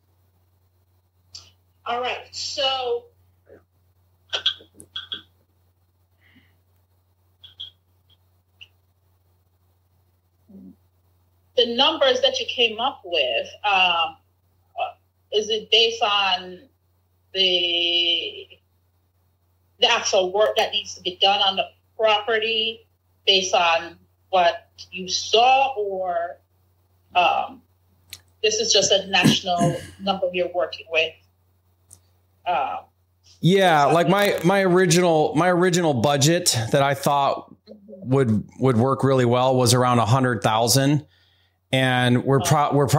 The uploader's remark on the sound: I had a phone call with a seller's agent who I was under contract.